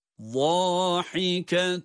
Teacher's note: ha harfi ise boğazın ortasından çıkmakta